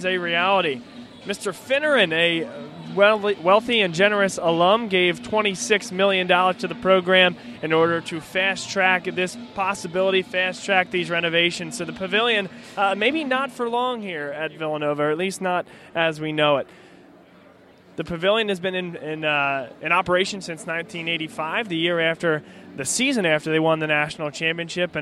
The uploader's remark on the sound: BLS is live from the Pavilion on the campus of Villanova, as we broadcast live our pregame show for the season opener for the 2015-2016 National Champions.